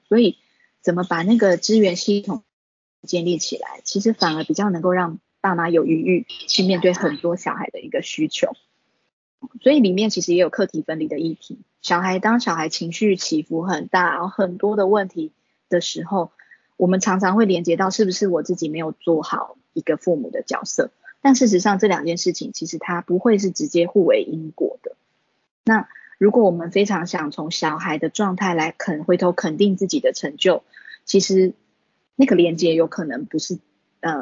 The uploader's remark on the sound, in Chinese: 此為線上課程錄音檔！